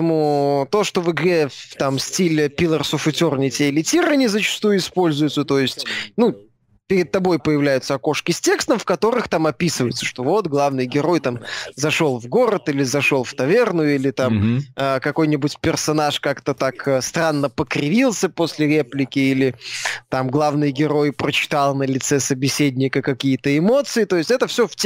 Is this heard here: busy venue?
no